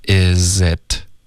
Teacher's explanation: 连读。是的。嗯，然后 is it 这两个字的开头，句子开头还是挺常见的，所以大家注意它会连读 isit。OK，这个 z 和 it 连读，it 的 t 也得省略，导致一个干脆的停顿